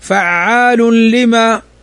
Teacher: تنوين بعده اللام، واللام من حروف الإدغام بغير غنة